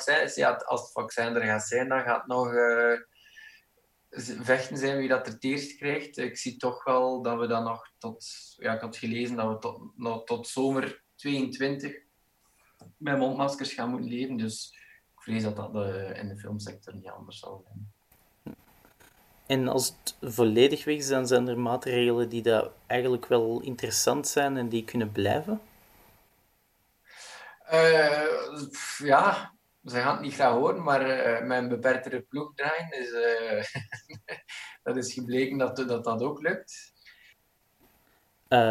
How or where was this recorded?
video call